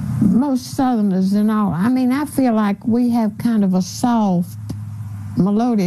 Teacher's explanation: so she doesn't pronounce her R's · Term: R-less